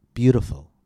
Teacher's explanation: In this word, T comes after the vowel sound U and before the unstressed vowel I, and we therefore use the tap.